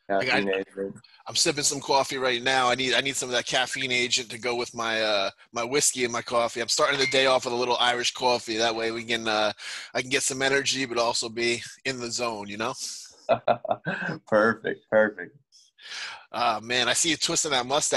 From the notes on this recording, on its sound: Zoomed with Bellator MMA Medical Director.